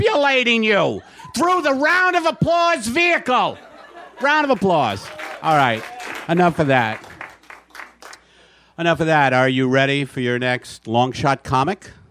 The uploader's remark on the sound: Perform live at the late, lamented Improv Lab- back when live shows were still gonna be a regular thing.